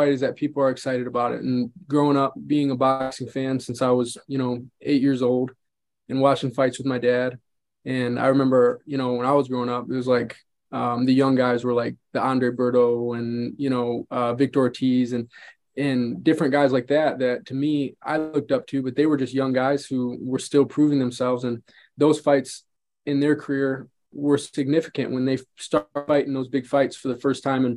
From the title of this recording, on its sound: VIRTUAL PRESS CONFERENCE